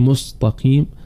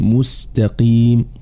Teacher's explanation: تبين الترقيق والحذر من تفخيم حرف السين · Shown in: second take · فلا نقول مستقيم، نضم الميم وتتأثر السين بضمة الميم فتفخم مستقيم. · Term: ترقيق السين